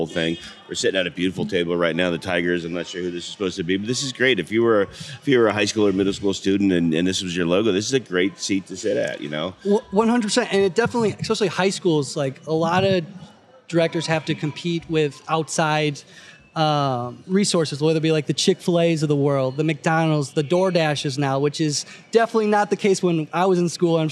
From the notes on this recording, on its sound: Live from the 2023 SNA Annual National Conference. Live at the 2023 School Nutrition Association Annual National Conference.